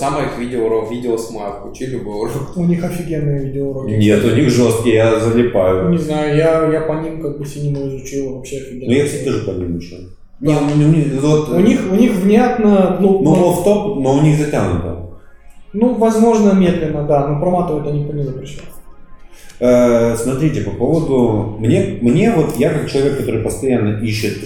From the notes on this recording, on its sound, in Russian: Пилотный выпуск, в котором всё пошло неправильно. Приносим извинения за звук и обещаем исправиться.